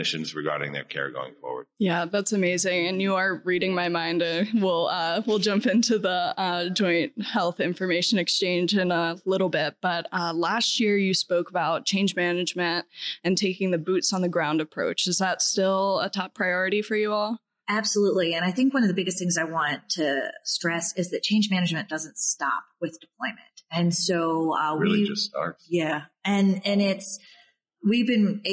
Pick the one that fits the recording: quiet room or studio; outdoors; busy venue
busy venue